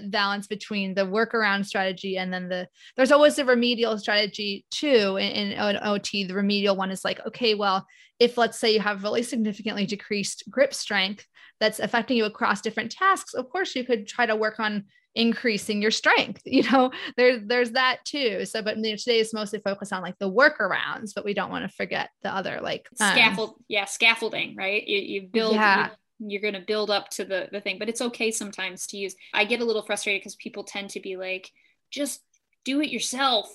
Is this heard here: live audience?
no